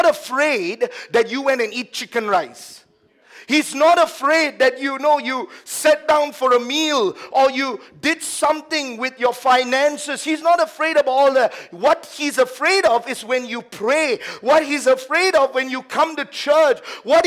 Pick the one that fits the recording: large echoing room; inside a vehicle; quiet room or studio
large echoing room